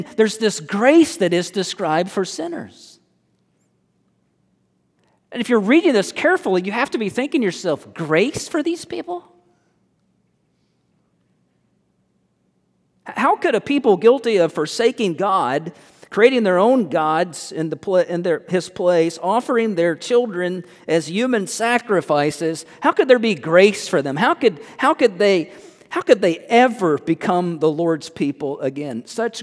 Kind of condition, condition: setting, large echoing room